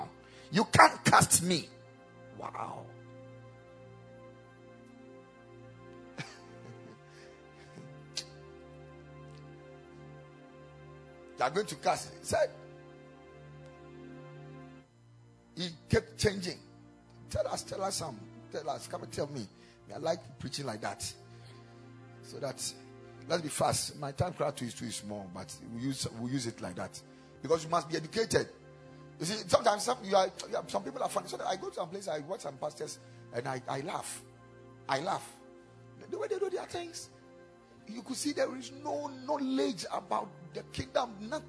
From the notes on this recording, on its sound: Preached at the Kingdom Sight Service.